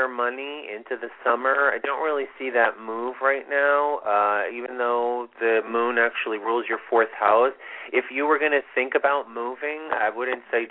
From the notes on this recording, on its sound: This is a LIVE show - with Call-in readings!